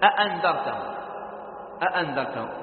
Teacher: التسهيل أنك تنطق الهمزة بين الهمز وبين الحرف المجانس لحركتها. مثال: أأنذرتهم، أأنذرتهم، الهمزة مفتوحة، فإذا أردت أن تقرأ منها لابن كثير أو لورش، الهمزة الأولى بالتحقيق كل قراء أ، الهمزة الثانية تسهيل بين بين.